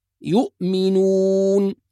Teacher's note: فالهمزة لا تقلقل، نحافظ على سكون الهمزة